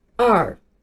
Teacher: 尾音有点像我们平时说的儿化音